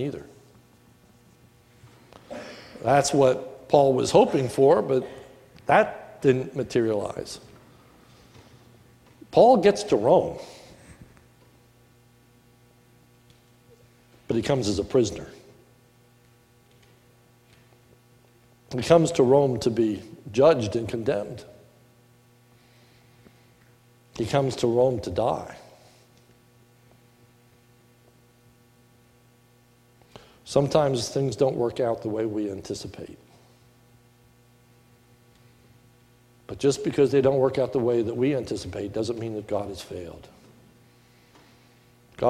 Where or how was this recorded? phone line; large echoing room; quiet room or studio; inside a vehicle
large echoing room